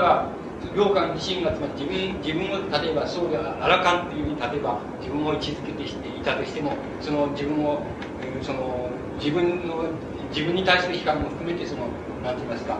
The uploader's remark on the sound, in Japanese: 場所：長岡市中央公民館。音源は主催者提供。周辺のノイズが入っているが 比較的クリアに収録されている。質疑応答はオフマイクで録音。